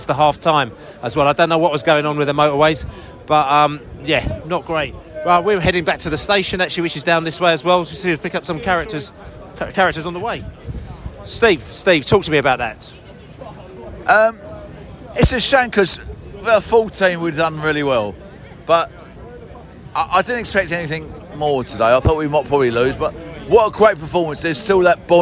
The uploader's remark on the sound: post-match podcast from the stands